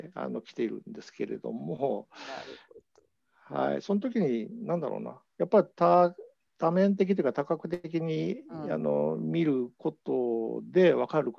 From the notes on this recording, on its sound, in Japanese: 収録場所： オンライン (Zoom)